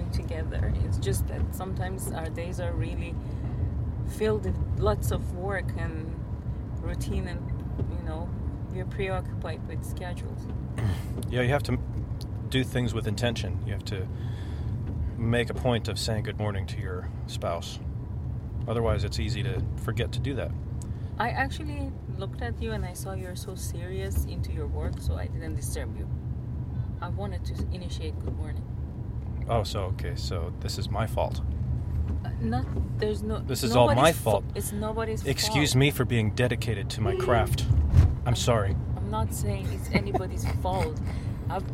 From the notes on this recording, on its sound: Recorded this on the car ride to the airport to retrieve the bags.